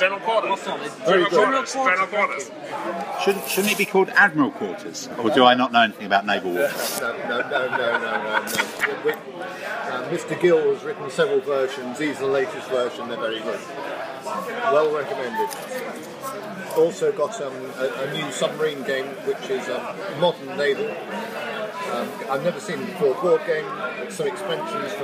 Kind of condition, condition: fault, background noise